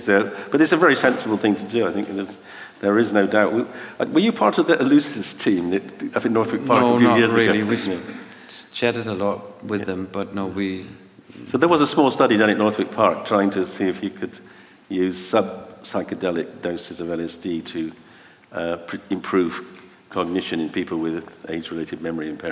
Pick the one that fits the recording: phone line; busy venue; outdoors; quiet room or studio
busy venue